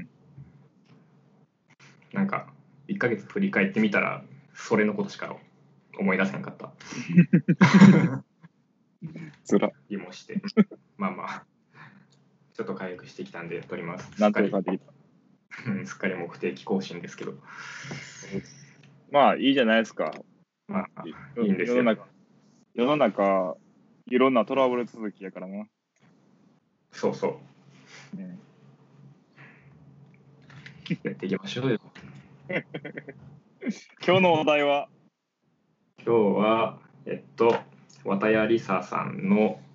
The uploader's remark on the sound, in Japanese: かわいい文鳥の鳴き声がはいっています。Skypeによる収録のため、音声の悪い箇所がありますがご容赦ください。